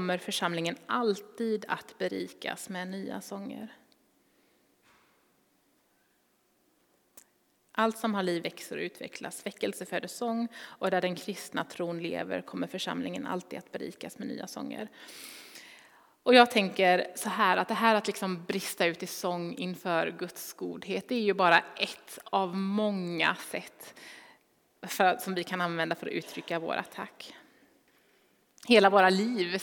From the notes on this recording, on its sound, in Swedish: Inspelning från Immanuelskyrkan Skövde.